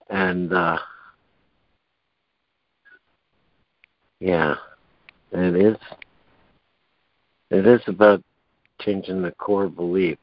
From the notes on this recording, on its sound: ACIM Daily Conference Call.